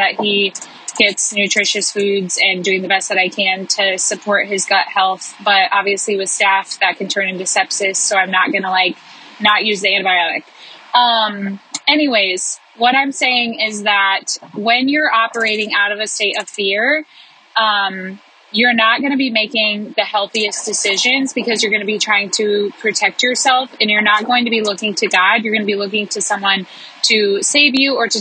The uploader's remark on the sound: I recorded this as I felt the Spirit stirring in me on a drive home one day. The audio quality on this one is rough because I was in the car.